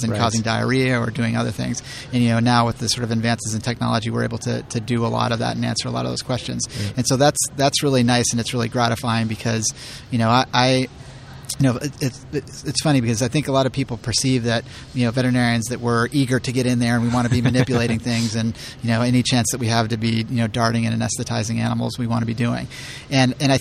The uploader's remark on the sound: The conference was held at Navy Pier in Chicago, USA. The PrimateCast On Location at IPS 2016.